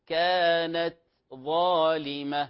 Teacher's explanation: لاحظوا التاء همس صوت خفيف ولا تجانس بينهما · Term: التاء الهمس